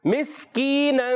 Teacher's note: پیارے بچوں سین کی ادائیگی کلیئر کرنی ہے، یعنی یہ سا سے نہیں بدلنا چاہیے